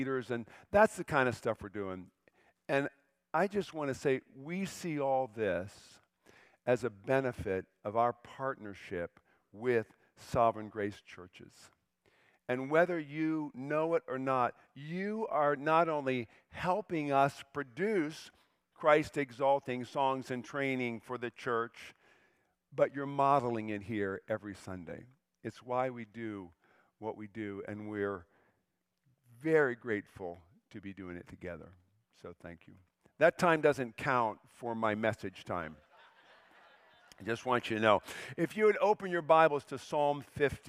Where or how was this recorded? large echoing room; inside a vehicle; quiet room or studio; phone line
large echoing room